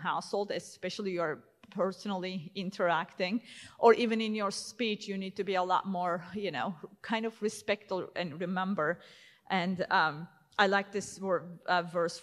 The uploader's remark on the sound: At the 2022 Defending the Faith Steubenville Conference.